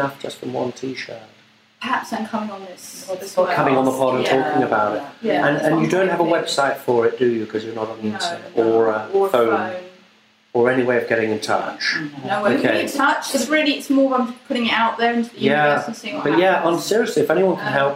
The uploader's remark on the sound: I have been ill darlings and also without anyone to help me with sound so quality wise this is a pile of shit, it really is. The interview is cursed with an ugly buzz, the wraparound bits are accidentally done in mono and there appears to be a tiny man writing with a pencil throughout.